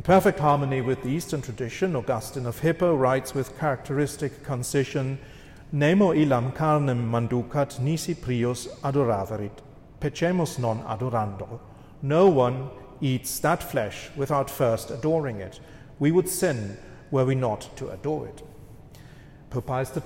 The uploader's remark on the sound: This lecture was given on September 18th, 2023, at the Thomistic Institute at the Dominican House of Studies.